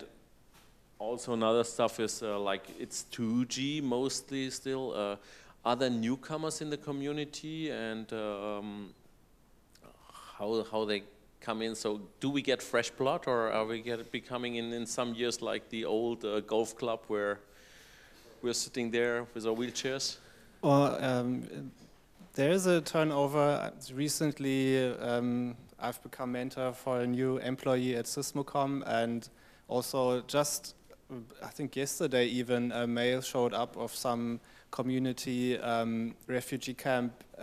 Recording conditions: live audience